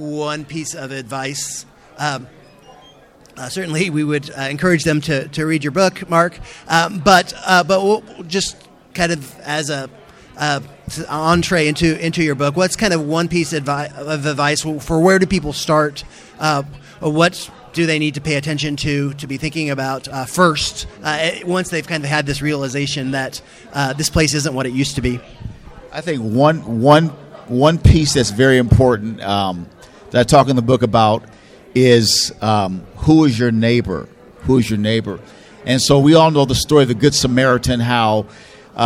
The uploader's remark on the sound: Live at CCDA